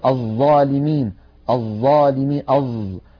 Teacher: ننبه بالنسبة لحرف الظاء على ما اعتاده بعض الناس في العاميات المعاصرة من إخراجها صوتا قريبا يعني من الزاي، أو عند القراء بسموها الصاد المشمزاي، مثلا يقول الظالمين الظالمي أظ، هذا الصوت ليس صوت الظاء.